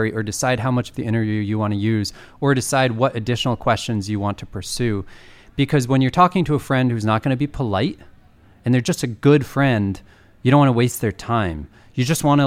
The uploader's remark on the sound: It was recorded at the end of 2019 - yeah, it's taken a while to produce this - at the Podcastnetwerk Festival in Amsterdam.